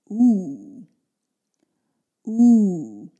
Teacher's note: the two edges of your mouth are closer together and actually your lips stick out a little bit. It's like almost like a traditional kissing kind of motion.